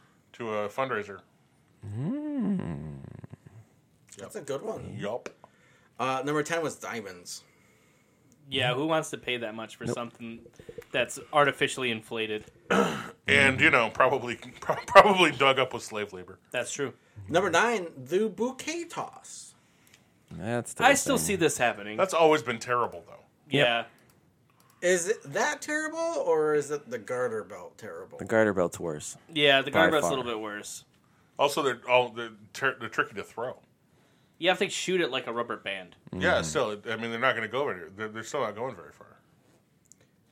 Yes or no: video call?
no